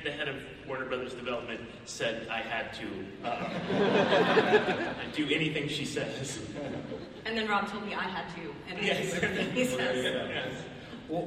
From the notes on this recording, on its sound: IZombie SDCC panel 2015. Take fan questions from their panel at SDCC 2015!